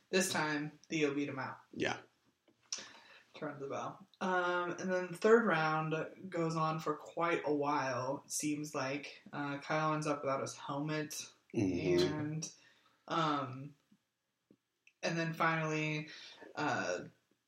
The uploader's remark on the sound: Please forgive audio quality this episode. We screwed up.